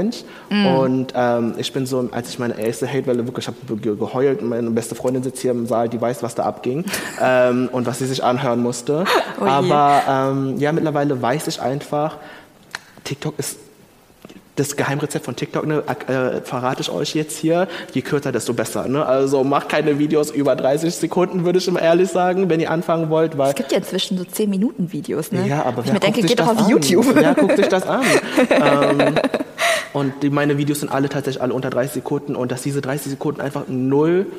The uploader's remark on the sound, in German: Juhu, endlich wieder eine Livefolge! Diesmal vom ZEIT ONLINE Podcast-Festival. Im Berliner Radialsystem.